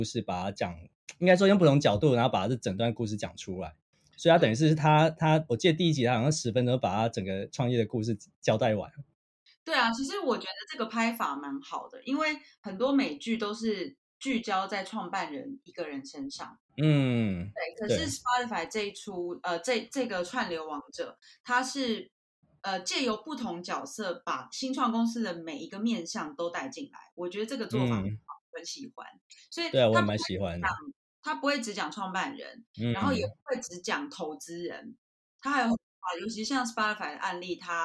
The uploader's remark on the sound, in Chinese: 麥克風壞掉了，音質欠佳請見諒